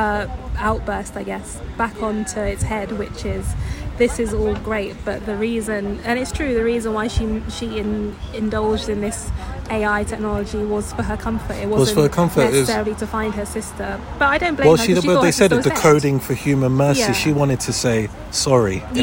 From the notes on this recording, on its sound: LCL live from Hampstead Theatre. Forgive the background noise, we recorded on the premises, straight after seeing the play.